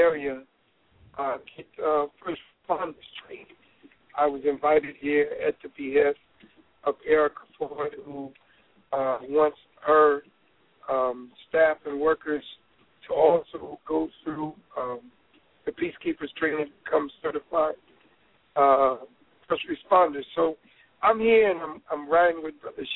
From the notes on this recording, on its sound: Anchored by one of The Keys 107 (Blog Talk Radio) hosts, members call in and talk about what’s happening with the PeaceKeepers in their neighborhood.